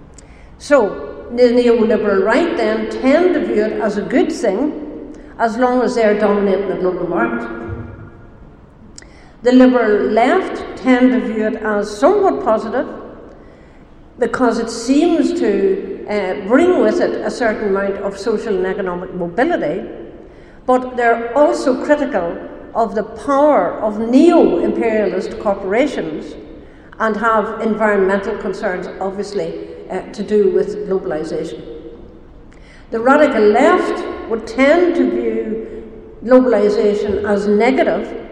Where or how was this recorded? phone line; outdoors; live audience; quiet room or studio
live audience